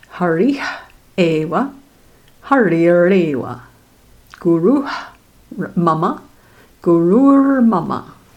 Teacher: the Visarga is replaced by a halanta ra · Term: the R process